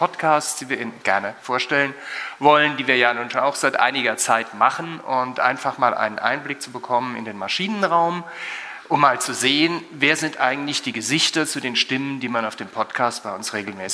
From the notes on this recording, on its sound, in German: live vom F.A.Z.-Kongress